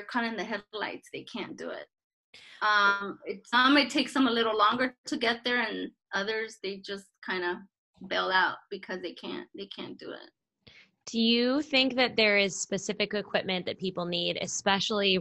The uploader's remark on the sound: This episode was recorded via Zoom, thank you in advance for understanding our tech difficulties in this time!